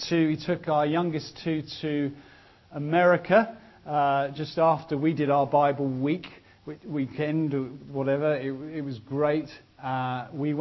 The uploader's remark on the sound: was recorded at the ChristCentral Elders & Wives weekend organised by ChristCentral, part of Newfrontiers